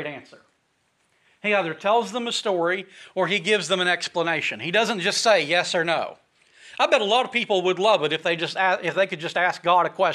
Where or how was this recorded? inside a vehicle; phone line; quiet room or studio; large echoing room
large echoing room